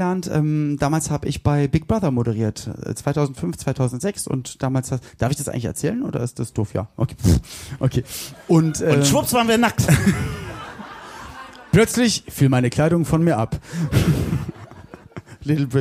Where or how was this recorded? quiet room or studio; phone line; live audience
live audience